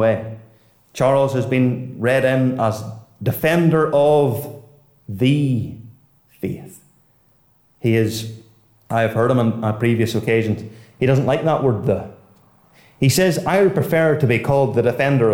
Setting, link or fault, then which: setting, large echoing room